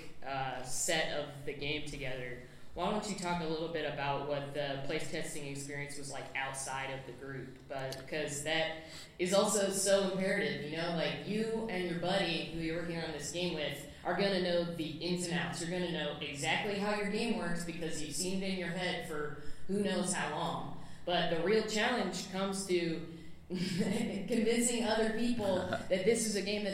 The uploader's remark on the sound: From the Denver Comic Con, here's audio from our panel. This was a really fun, well-received presentation that we were stoked to give out in Denver.